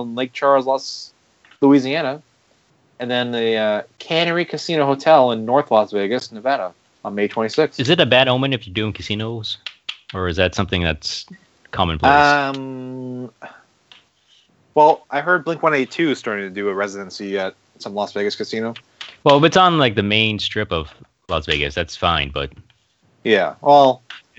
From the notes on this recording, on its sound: Unfortunately we have some recording issues, with dropping out and connections I guess, so sorry for that.